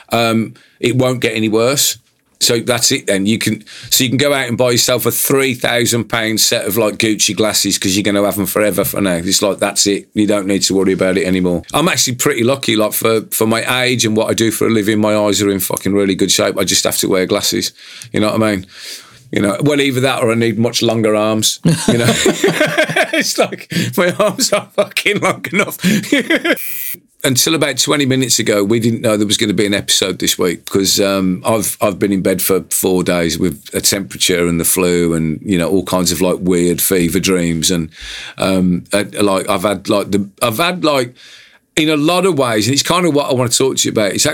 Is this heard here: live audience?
no